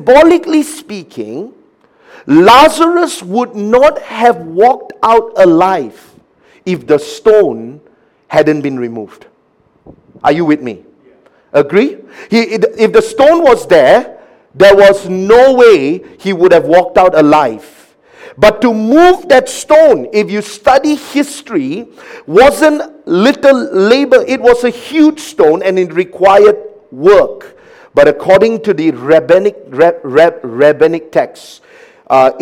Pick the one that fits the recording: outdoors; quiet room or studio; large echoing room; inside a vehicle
large echoing room